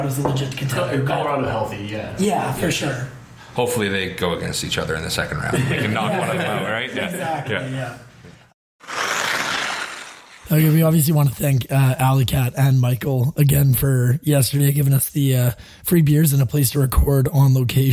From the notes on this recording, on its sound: On location at Alley Kat Brewery in Edmonton, AB.